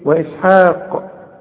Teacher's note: إذا وقفت على كلمة إسحاق قلقل القاف، أي نعم هي مفتوحة، إنما عند الوصف أنت بتعمل إيه